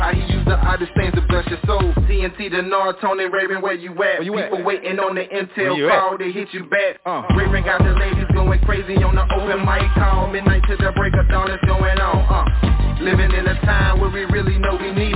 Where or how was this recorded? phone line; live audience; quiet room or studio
phone line